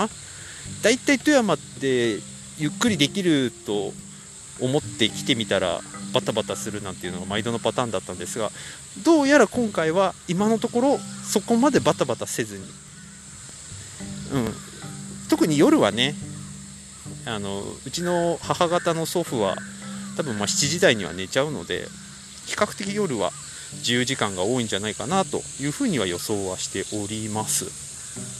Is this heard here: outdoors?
yes